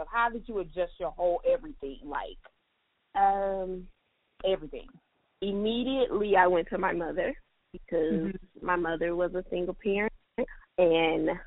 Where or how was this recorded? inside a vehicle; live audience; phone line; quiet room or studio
phone line